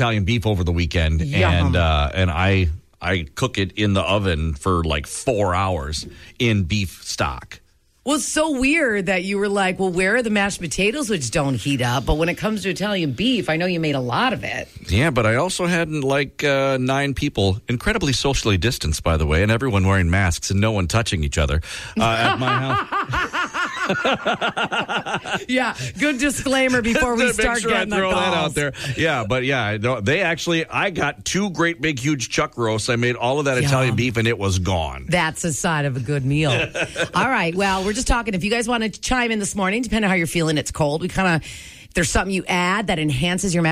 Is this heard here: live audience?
no